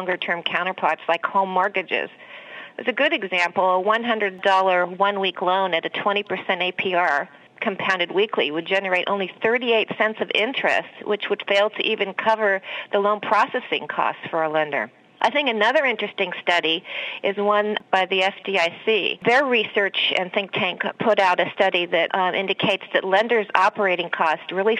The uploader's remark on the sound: An in-depth telephone interview